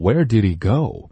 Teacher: 到后面我们会发现 H 这个音特别的轻，所以当你说快的时候 Where did he go?这 H 直接被吞掉了